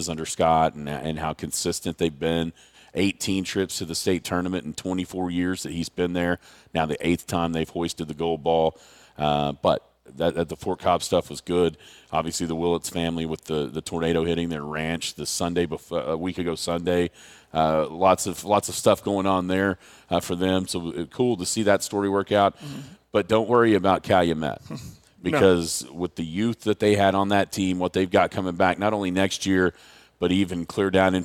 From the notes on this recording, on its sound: Live from Sayre National.